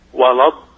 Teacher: الضاد من الحافتين والمد لا تطوله زيادة عن حده